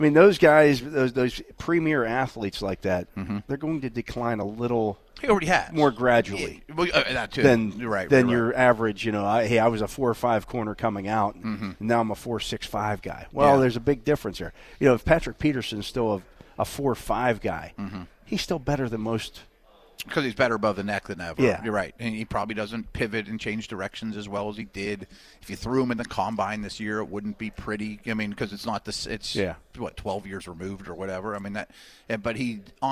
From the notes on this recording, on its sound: talk live from the NFL Owner's Meeting in Phoenix, Arizona